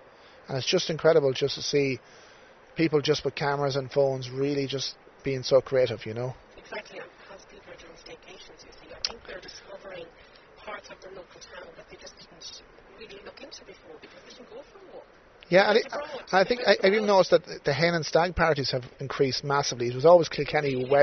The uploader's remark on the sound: We recorded this one outdoors on the decking area at the Raddison Blu Athlone.